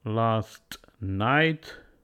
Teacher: delete T, move forward S